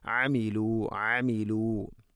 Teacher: ഐന് തൊണ്ടയുടെ മധ്യഭാഗമാണ് അതിൻ്റെ ഉച്ചാരണം, മഖ്റജ്